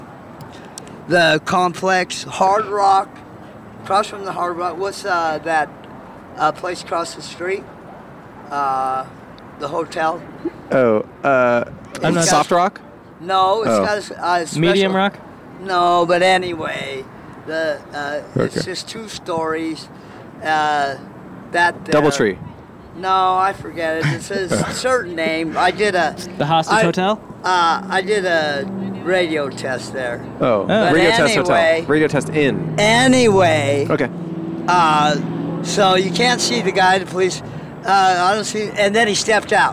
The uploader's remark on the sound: Recorded on a pedestrian bridge overlooking The Strip in Las Vegas, Nevada.